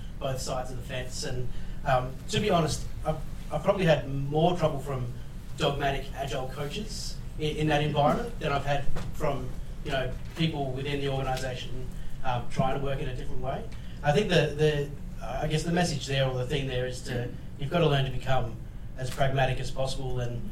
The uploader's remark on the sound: LIVE RECORDING! At LASTconf Melbourne. This was our first test of recording an episode of The Weekly ReBoot live so it was kind of an experiment for us, but happy to say it recorded ok enough for us to want to give that another go. In terms of the audio you will hear some mixed qualities and I’ve tried to edit up where I can.